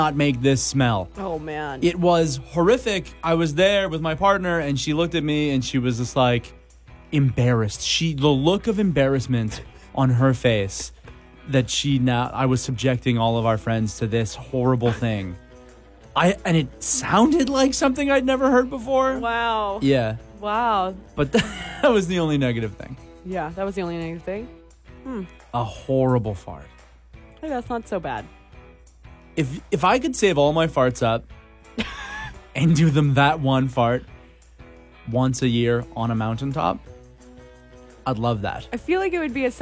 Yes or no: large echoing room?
no